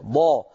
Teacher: لن تكون ضاد إلا أن تضغط على حافتي لسانك